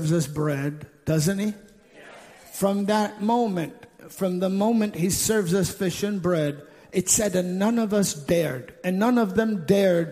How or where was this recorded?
large echoing room